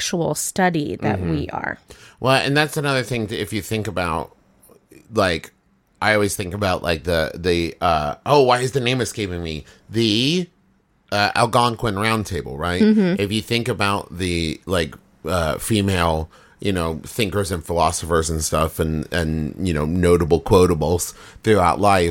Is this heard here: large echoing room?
no